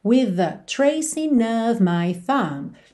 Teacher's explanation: with termina em TH, the começa em TH, você junta num som só